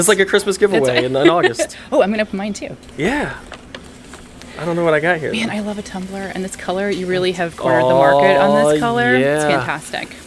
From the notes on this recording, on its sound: filmed on location at Beach Bum Bagels in Vero Beach, FL.